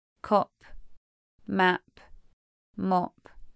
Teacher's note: P is unaspirated at the end of a word. It still sounds like a P, but there is no forceful puff of air.